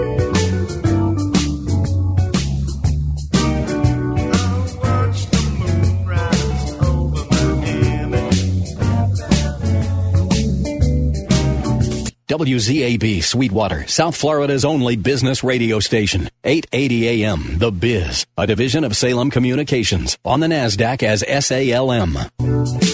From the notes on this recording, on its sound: Joined us by phone in the 2nd hour.